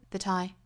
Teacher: that I 连读上，然后这两个词都做弱读的